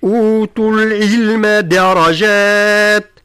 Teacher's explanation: أنبه إلى ضرورة بيان الكسرة متاع العين، لا نقول أوتوا العلم كأنها مفتوحة، لا أوتوا العلم درجات.